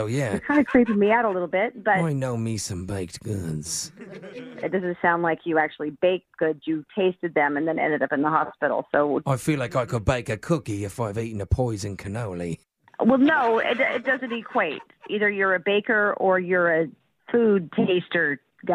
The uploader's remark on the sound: Phone Tap: Clovers Canollis